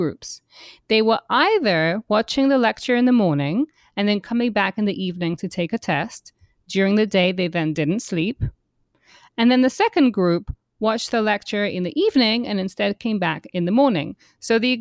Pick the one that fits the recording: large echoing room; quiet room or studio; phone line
quiet room or studio